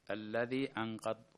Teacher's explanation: الحكم هنا نون ساكنة أتى بعدها حرف القاف، فالحكم إخفاء حقيقي